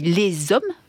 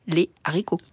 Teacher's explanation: le H muet, lui, permet de faire des liaisons, mais pas le H aspiré.